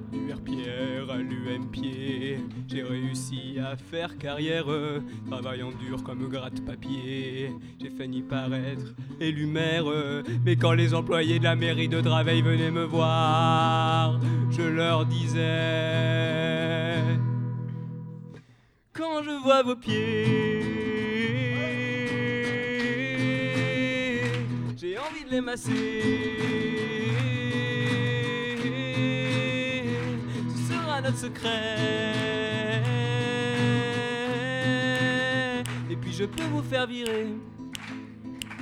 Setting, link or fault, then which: setting, busy venue